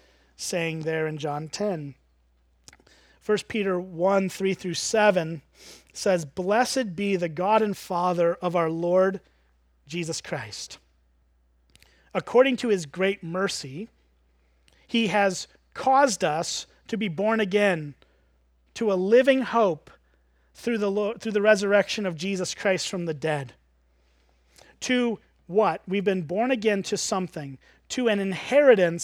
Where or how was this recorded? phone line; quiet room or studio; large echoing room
large echoing room